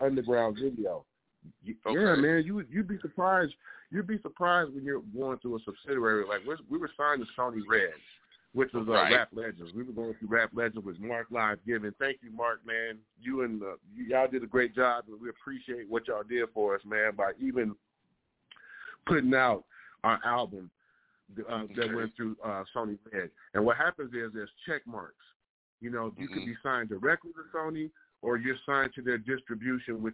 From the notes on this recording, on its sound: we will be interviewing LIVE ON THE PHONE